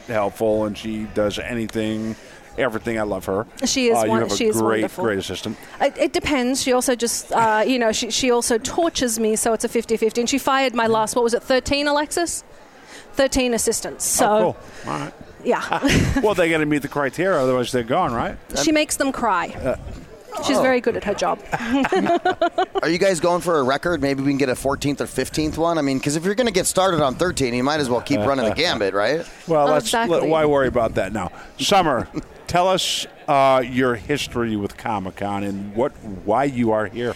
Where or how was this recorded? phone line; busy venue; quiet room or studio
busy venue